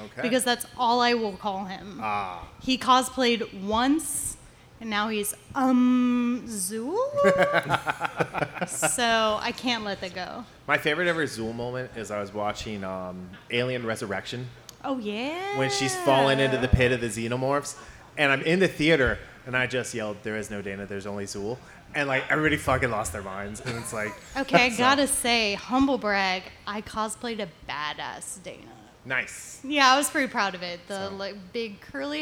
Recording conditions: live audience